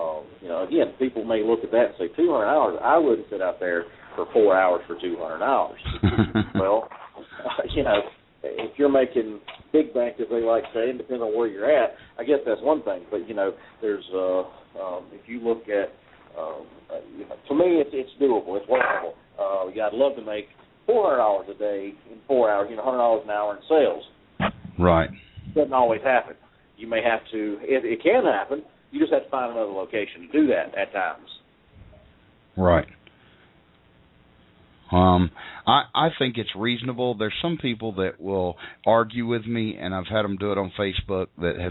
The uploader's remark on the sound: live call ins